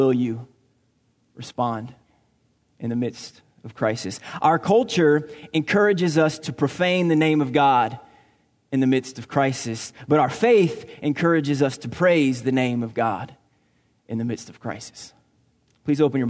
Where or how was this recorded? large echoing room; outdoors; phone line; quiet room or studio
large echoing room